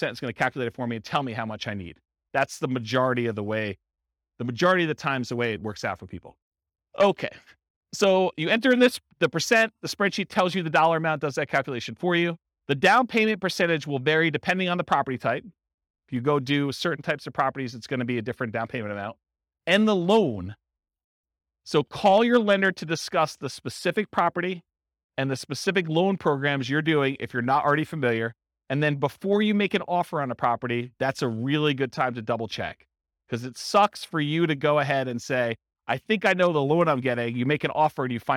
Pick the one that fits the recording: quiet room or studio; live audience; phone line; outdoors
live audience